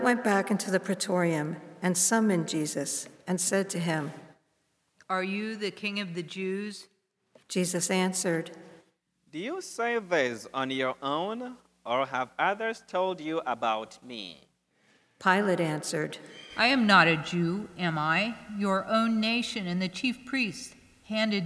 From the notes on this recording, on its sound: Good Friday from Holy Spirit Catholic Church in Creston Iowa